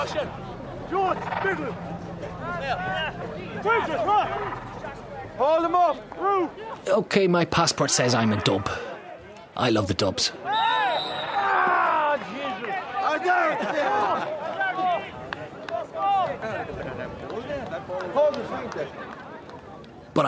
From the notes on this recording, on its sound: recordings made at a local club game